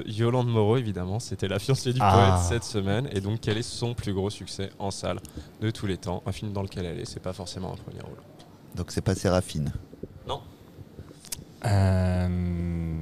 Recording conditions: busy venue